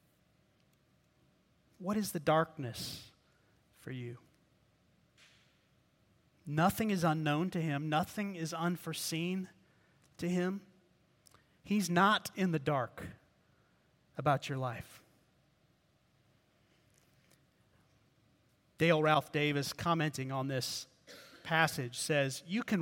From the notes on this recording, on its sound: preached at Redeemer Presbyterian Church in Charleston, SC.